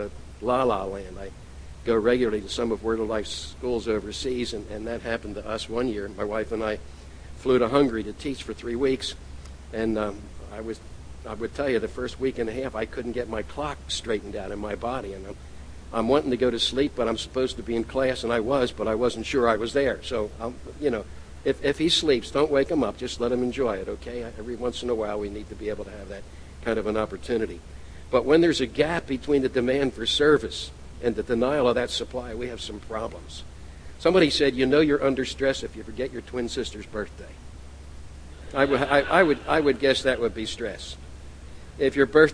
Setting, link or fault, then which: setting, large echoing room